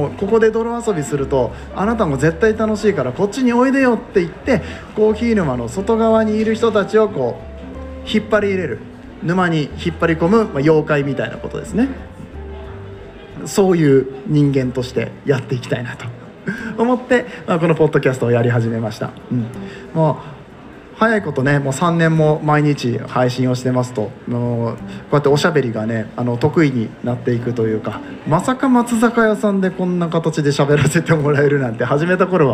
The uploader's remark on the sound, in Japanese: 公開収録。Coffee Trip by hygge market in 松坂屋上野店。